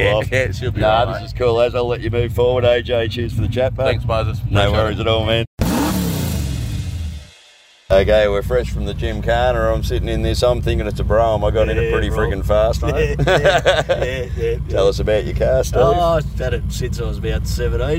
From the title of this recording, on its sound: Live at the HK-T-G Nationals